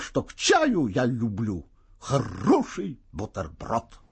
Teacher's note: В конце текста на слове «бутерброд» явственно слышна жирная интонационная точка. · Term: завершения высказывания